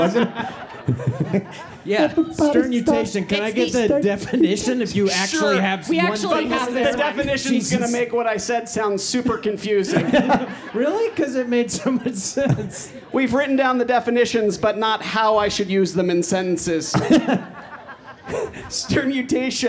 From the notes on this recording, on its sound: Behold, our first live, in-person podcast ever! This is an edited version of the live show.